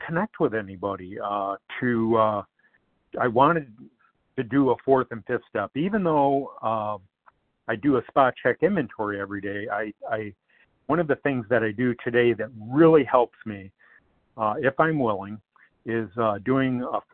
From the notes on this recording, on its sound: 100 Pounders Phone Meeting